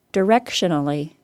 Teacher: So the word directionally gets stressed in the same part of the word as direction, on the rec syllable.